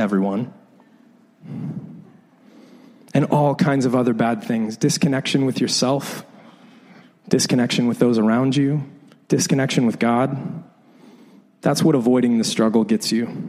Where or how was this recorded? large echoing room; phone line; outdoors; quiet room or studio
large echoing room